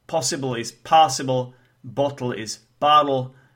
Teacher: in American English, O sound is pronounced ah